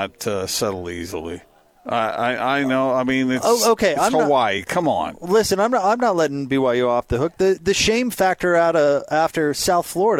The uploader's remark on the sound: LIVE at The Warehouse